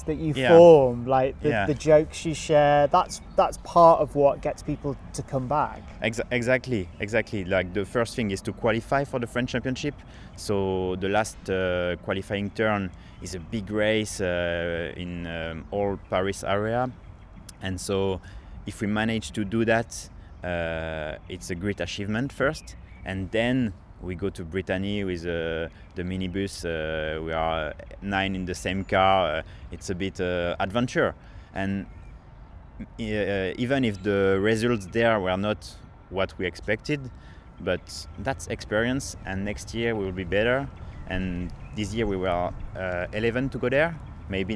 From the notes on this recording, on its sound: I headed to Paris on the eve of the Paris marathon. At an evening training session at the track.